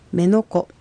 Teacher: ので、母音で終わっています。母音で終わる場合は第二音節にアクセントが来るので、メノコという発音になります